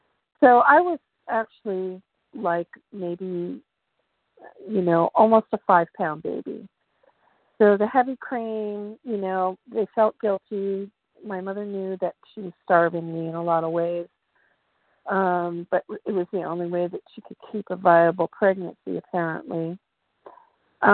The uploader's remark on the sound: 100 Pounders Phone Meeting, 11/15/23.